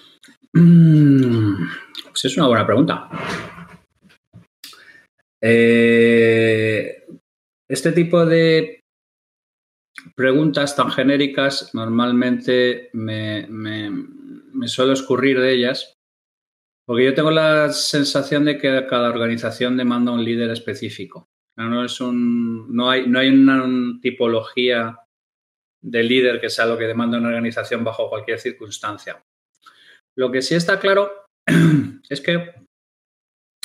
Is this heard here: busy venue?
no